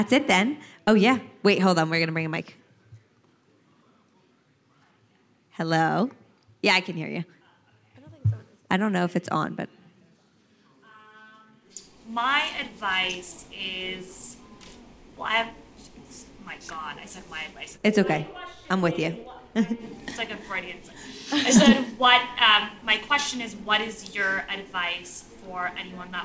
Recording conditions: live audience